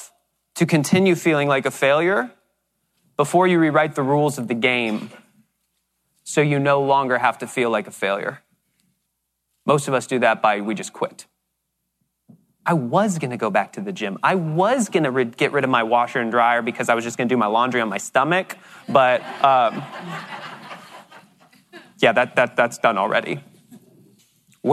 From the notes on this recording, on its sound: This episode is the first half of a keynote we delivered on time blocking secrets.